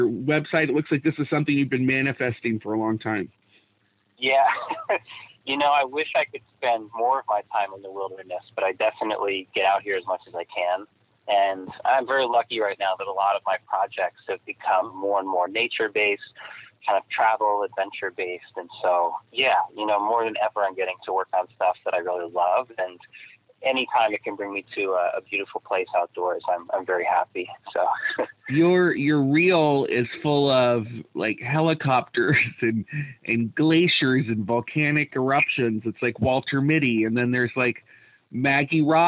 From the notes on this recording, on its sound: have a quick phone chat